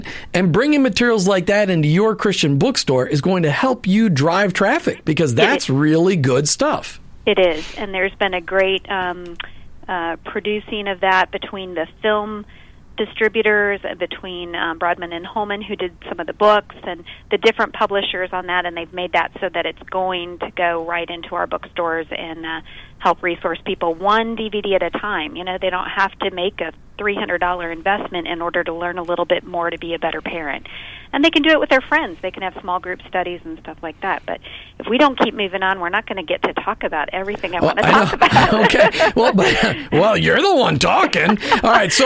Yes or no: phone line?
yes